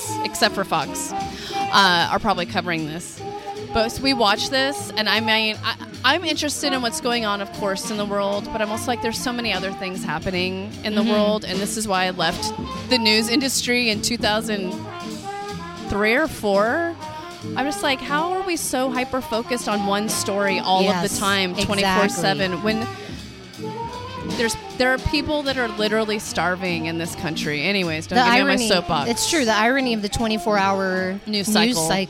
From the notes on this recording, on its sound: LIVE from Old Skool Cafe. Recorded live from one of our favorite restaurants in San Francisco, the Old Skool Cafe , a youth run jazz-themed supper club. The live music- you'll hear for yourself.